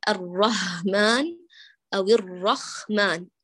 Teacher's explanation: إبدالها هاء أو خاء، وذلك بعدم ضبط المخرج